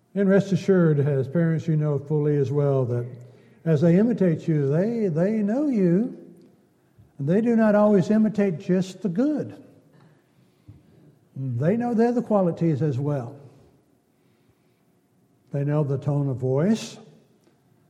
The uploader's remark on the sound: Downtown Church Of Christ Audio Sermon